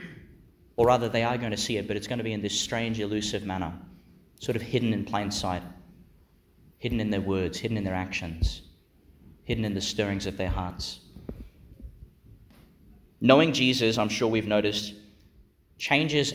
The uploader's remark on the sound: Homily for the Sixth Sunday in Eastertide, delivered (at the morning Mass) in Our Lady Star of the Sea Church, Gladstone, Qld.